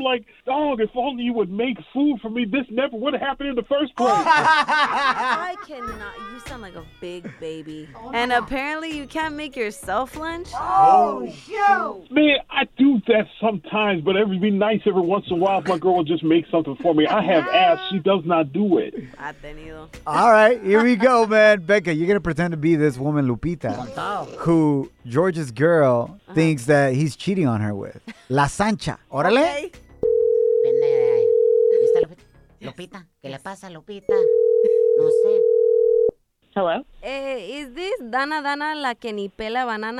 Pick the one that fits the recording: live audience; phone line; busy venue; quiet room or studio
phone line